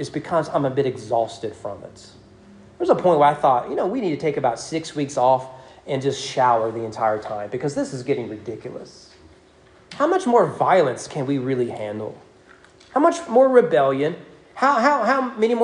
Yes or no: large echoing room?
yes